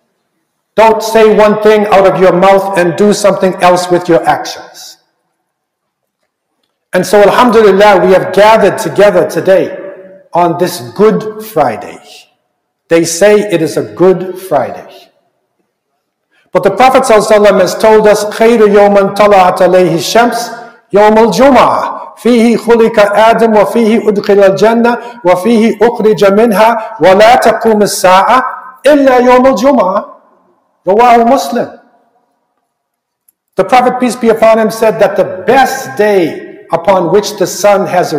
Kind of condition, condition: setting, large echoing room